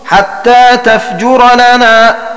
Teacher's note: والمعنى أي قرأ الكوفيون حتى تفجر لنا بفتح التاء وسكون الفاء وضم الجيم وتخفيفها